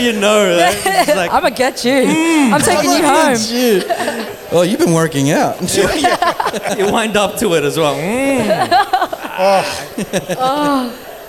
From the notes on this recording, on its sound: LIVE at WestSYDe Markets. This episode we are LIVE infront of an audience in WestSYDe Markets in Common House Studios at Glendenning.